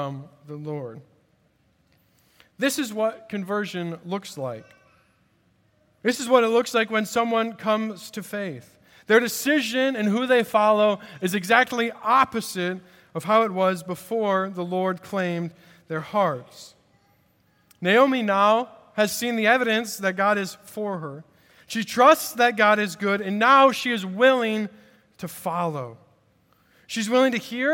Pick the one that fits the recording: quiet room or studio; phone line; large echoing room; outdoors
large echoing room